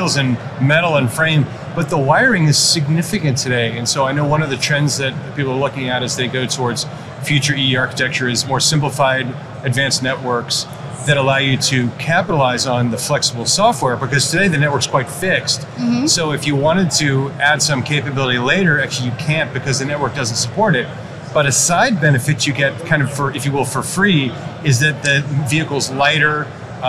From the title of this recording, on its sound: Live from AutoTech: Detroit